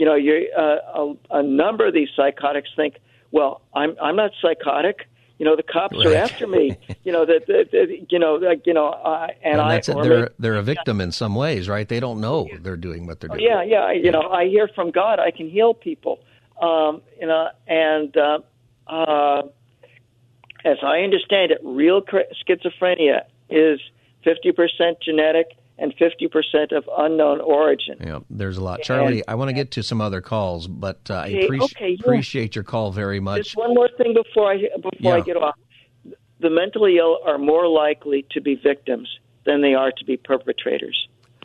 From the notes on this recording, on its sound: Open Phone Friday Continues! Giving listeners the chance to speak on any topic!